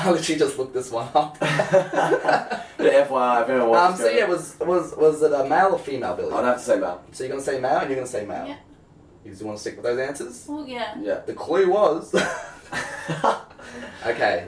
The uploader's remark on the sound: Unfortunately w lost the audio from the mic. We manage to salave the audio from the camera.